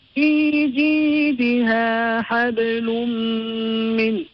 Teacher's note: We find hablun, the tanween, followed by a mim holding a shadda. Here we're going to read with al-idgham with penetration.